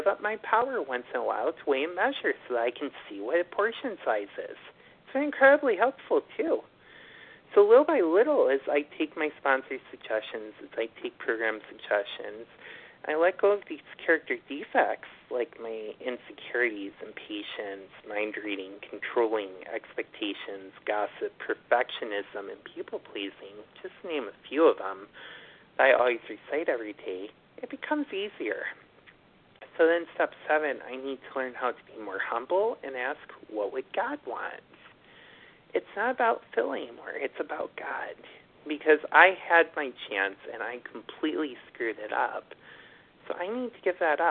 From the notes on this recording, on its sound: from the 100 Pounders Phone Meeting